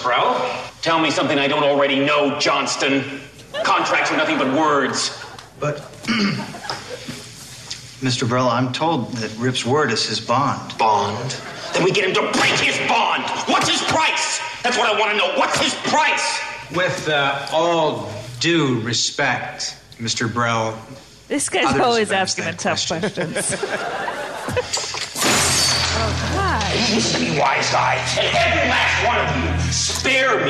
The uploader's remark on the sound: Recorded LIVE at Largo in Los Angeles.